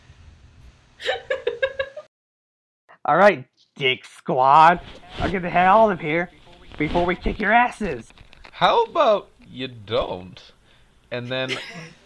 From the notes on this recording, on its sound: We recorded this at 1 AM and somehow the cursed time double cursed our audio.